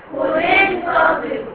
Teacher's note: كسرت اللام صح؟ مع ان اللام ساكنه